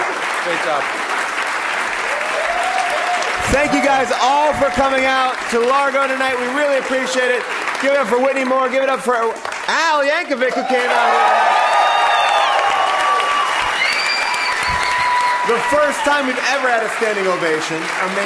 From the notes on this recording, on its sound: recorded live at the Largo theater in Los Angeles